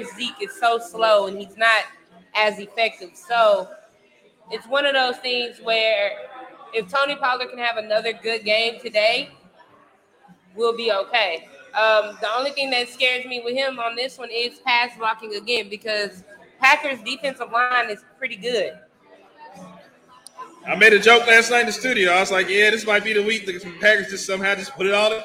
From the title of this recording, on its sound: Live from White Rock Ale House